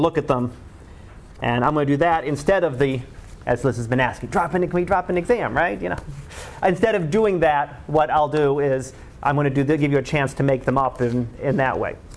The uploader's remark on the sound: Live Class Lecture.